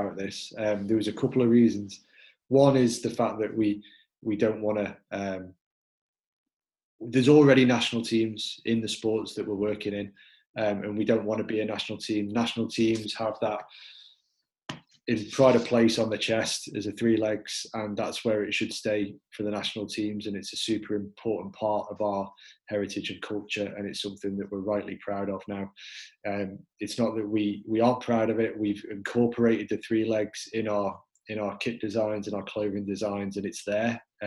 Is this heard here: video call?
yes